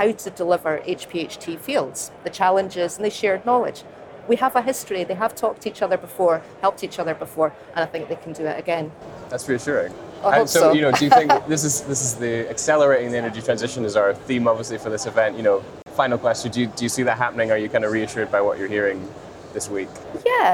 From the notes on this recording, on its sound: on day three of the Offshore Europe Conference in Aberdeen